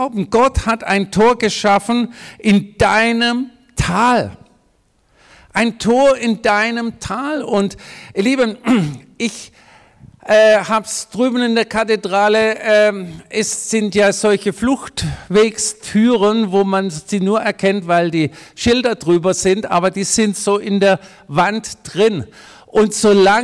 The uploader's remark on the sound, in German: Predigt im Missionswerk Karlsruhe.